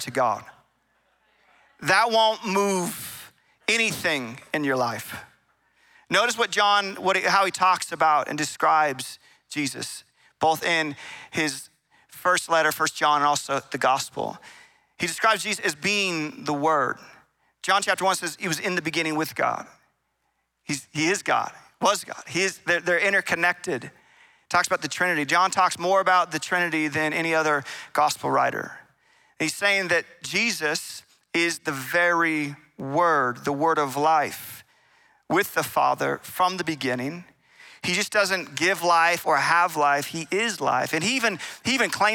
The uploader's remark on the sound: Recorded in Meridian, Idaho on December 17, 2023 at Capital Church.